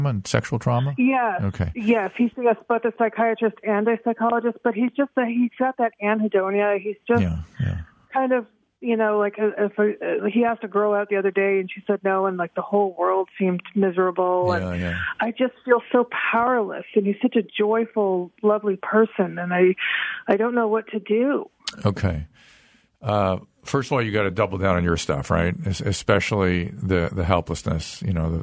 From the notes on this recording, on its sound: taking some listener phone calls